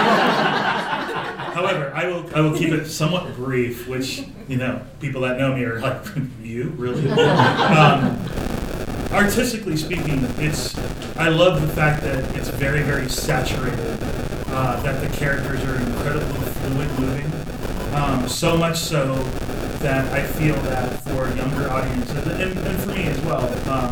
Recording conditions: background noise